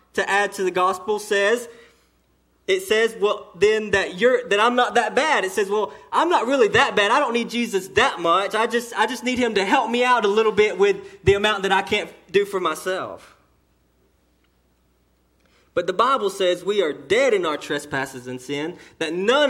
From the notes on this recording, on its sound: Sermon delivered to Cottondale Baptist Church in Eastman, GA. During the 11:00am service.